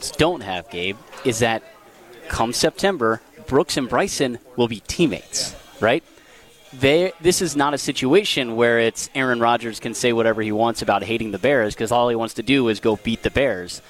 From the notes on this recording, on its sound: Live from the AMFAM Championship.